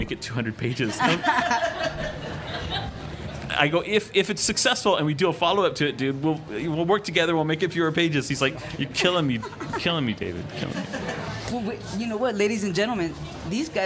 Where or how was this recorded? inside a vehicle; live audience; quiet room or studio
live audience